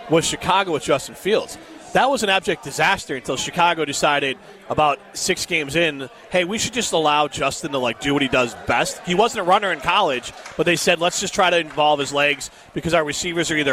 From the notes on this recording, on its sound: live from the inaugural ESPN Madison Open!